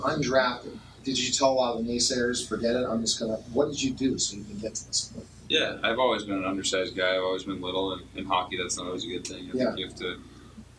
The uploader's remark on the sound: Pittsburgh Penguin Fans lIve from Macys.